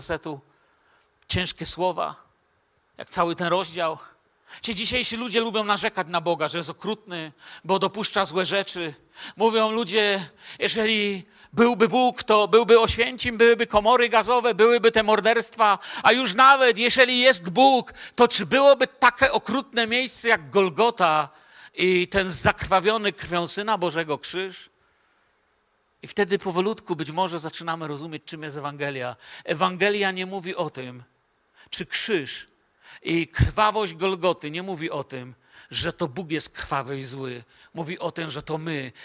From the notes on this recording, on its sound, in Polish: Wykład nagrano podczas wieczornego nauczania Słowa Bożego w Kościele „Filadelfia” Bielsko Biała.